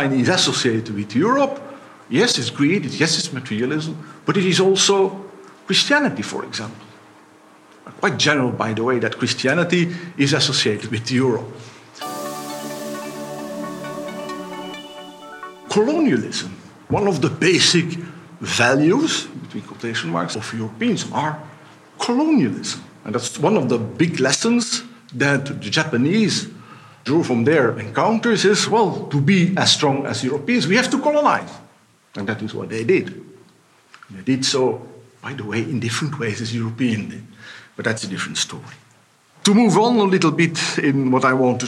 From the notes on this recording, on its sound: We will listen to a conference given by the European General Studies Programme in the framework of their Conference Series "Global Europe in the Real New Millenium.